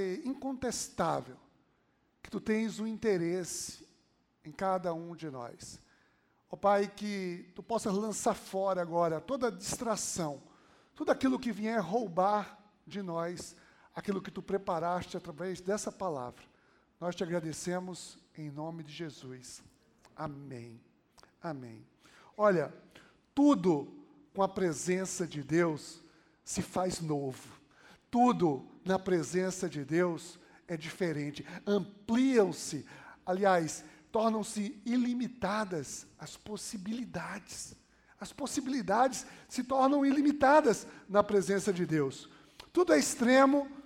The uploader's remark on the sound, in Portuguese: Podcast gravado na PAES Piedade